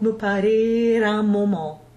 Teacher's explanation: this parer the R in there, is a compulsory liaison because we must connect infinitives with closely linked words and modifiers